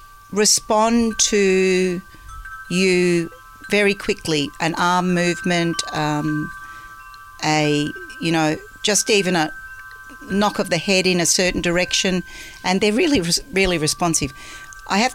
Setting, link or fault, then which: setting, outdoors